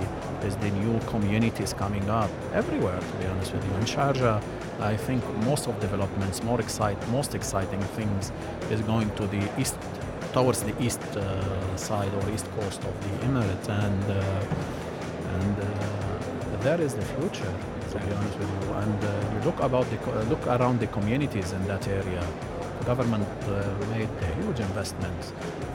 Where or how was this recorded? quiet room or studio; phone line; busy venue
busy venue